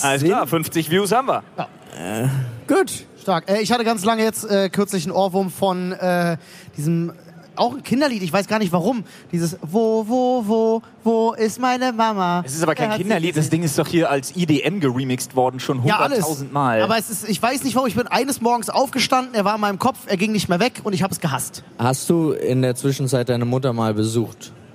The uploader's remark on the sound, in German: Live von der Polaris in Hamburg